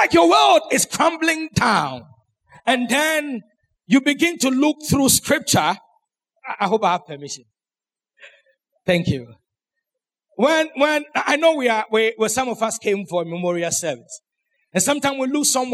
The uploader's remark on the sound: Sermon preached at CBC Adabraka Campus